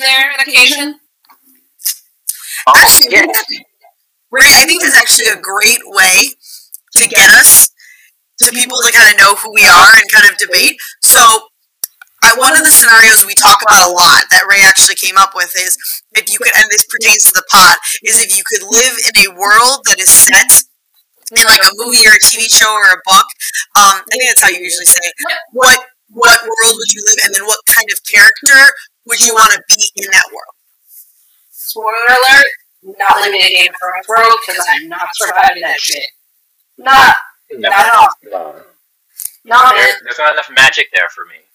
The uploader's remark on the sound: We apologize for the echo in this episode- it was one of the earliest episodes that we recorded, and we are improving with every record.